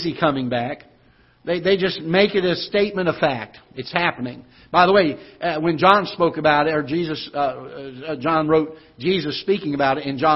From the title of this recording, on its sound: Ketha Heights Baptist Church ~ Live Broadcast